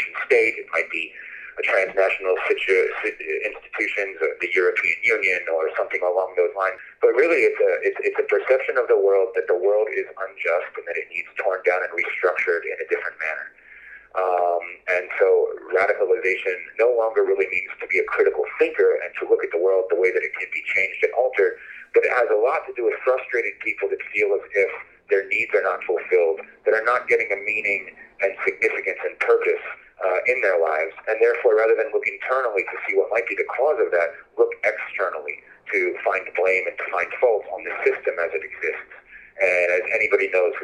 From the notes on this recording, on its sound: He joined me by phone from Jordan.